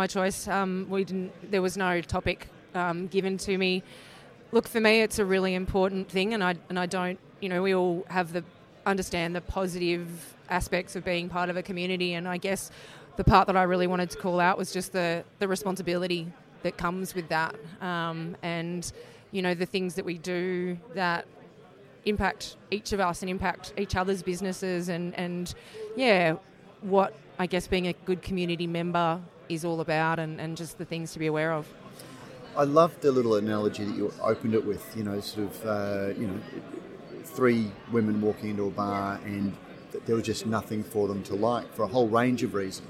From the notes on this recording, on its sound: This is a special edition of Radio Brews News, live from the West Australian Brewers Association Craft Brewers Conference. We didn’t initially plan to podcast the keynote.